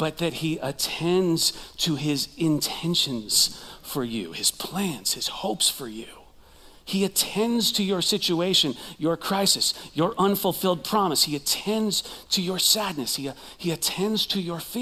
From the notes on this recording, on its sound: Recorded live at CrossWinds Church